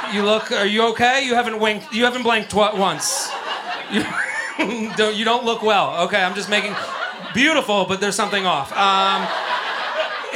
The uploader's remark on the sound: Live At The Comedy Cellar (10 PM Show)